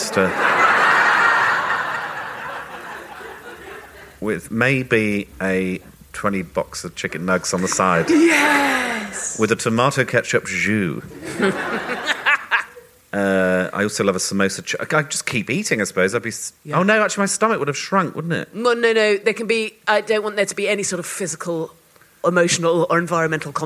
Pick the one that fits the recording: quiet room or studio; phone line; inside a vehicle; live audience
live audience